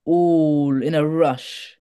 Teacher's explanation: This is where the sort of sprung rhythm comes in and the stresses come in, because all takes the emphasis, you know, the stress, one of the stresses in that line